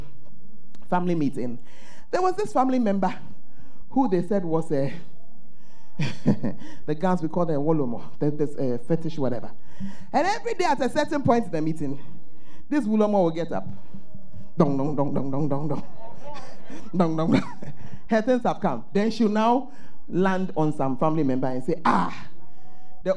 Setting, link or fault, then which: setting, large echoing room